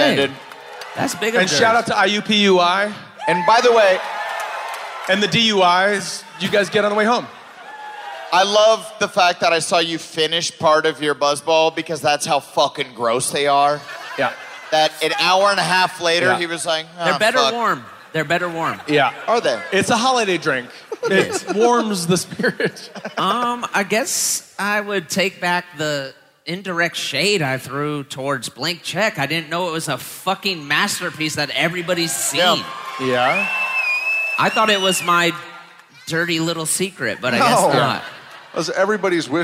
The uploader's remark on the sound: Live From Indianapolis!